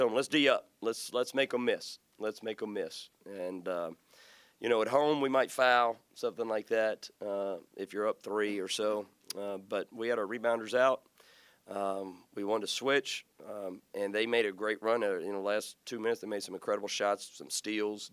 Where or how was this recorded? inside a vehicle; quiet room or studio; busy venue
busy venue